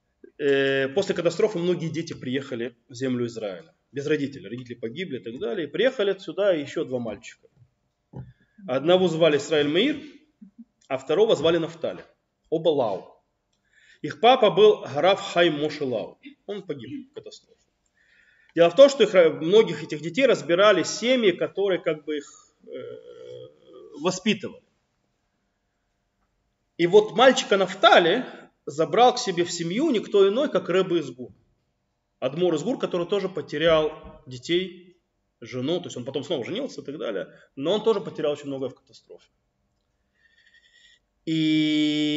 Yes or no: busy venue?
no